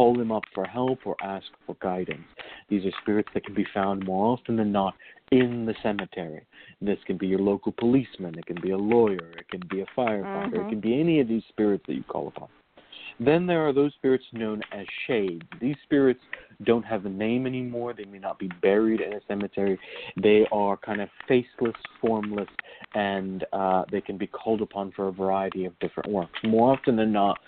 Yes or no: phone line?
yes